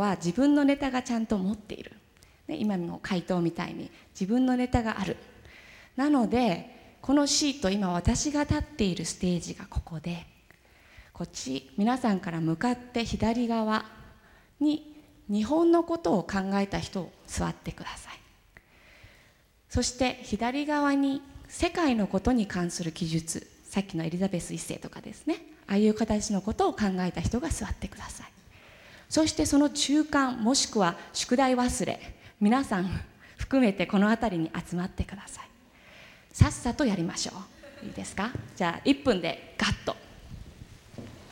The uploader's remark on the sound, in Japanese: 大学生と真剣に向き合い、直接議論を交わしながら行う１回限りの公開授業。TOKYO FM ホールで行なわれた。